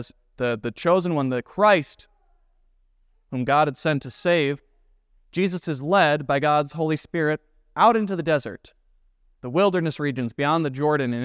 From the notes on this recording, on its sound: was preached at Grace of God Lutheran Church